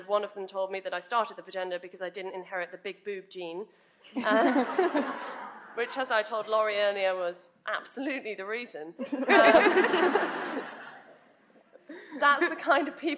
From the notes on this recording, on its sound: Came together at Conway Hall in London. The debate and the audience question session is here in full.